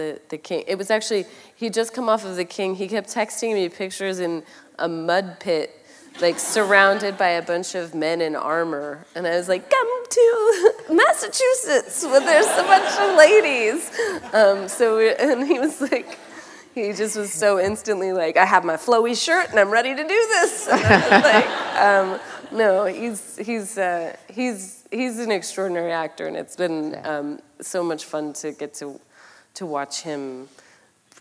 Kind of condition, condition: setting, live audience